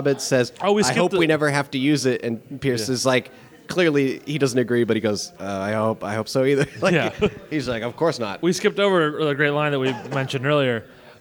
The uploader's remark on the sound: LIVE from LA Podcast Festival. Bring this episode to you from the Squarespace Podcast Lab at the LA Podcast Festival!